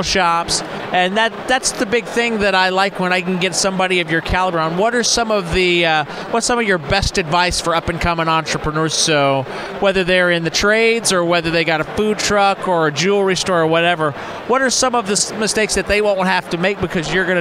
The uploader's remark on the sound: Talks live from the Success Group Expo in Dallas.